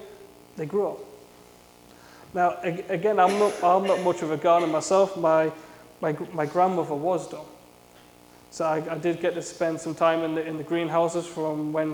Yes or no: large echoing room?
yes